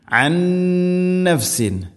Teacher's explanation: സാക്കിന നൂനു ശേഷം നൂന്, ഇദ്ഗാം ബിഗുന്ന, നൂനിനെ അടുത്ത നൂനിലേക്ക് ഇദ്ഗാം ചെയ്യണം